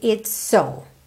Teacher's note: a gente junta tudo num S só